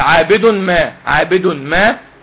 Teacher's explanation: دخل بقى نون التنوين في الميم